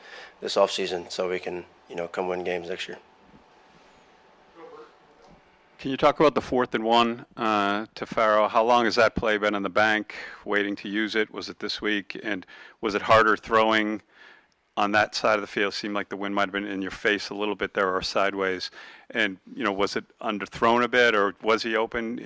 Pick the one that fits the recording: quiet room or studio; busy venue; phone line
busy venue